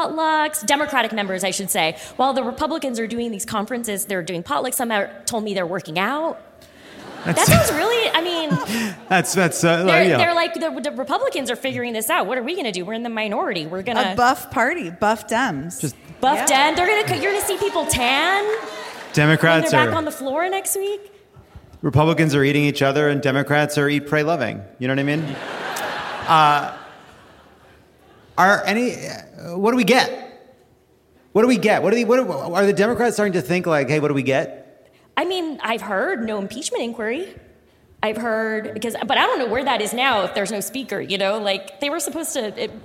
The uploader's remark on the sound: Live from DC!